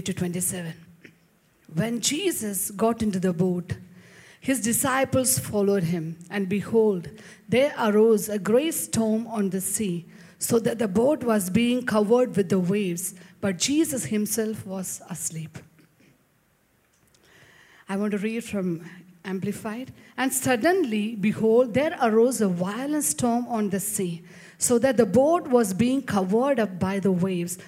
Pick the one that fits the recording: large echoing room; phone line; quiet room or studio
large echoing room